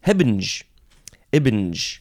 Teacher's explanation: a sort of breathy vowel sound at the beginning and then the B sound and then the N sound